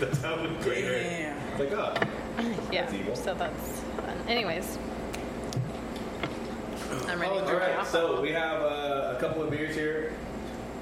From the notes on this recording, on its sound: recorded in the one & only Spokeasy Public House